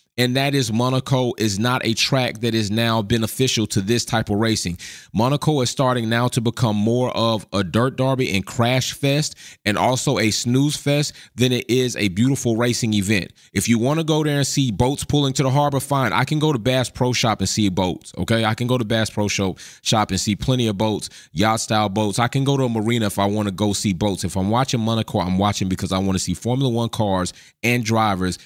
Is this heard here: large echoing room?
no